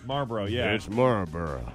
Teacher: I think a lot of people skip the L.